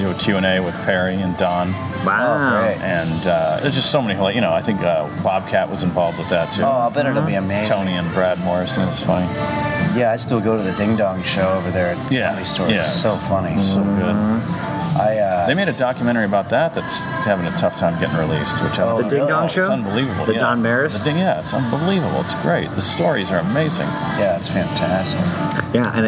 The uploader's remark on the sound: at The Palihouse in West Hollywood.